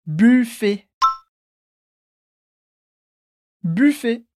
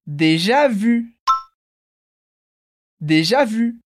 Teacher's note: dentro da boca, tudo parece I, mas o biquinho dos lábios é de U. Então, faz o exercício comigo. · Term: som do biquinho